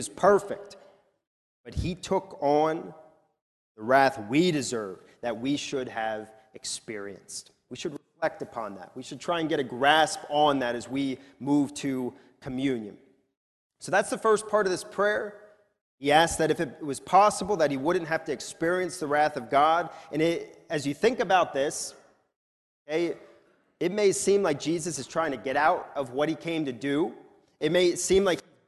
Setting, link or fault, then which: setting, large echoing room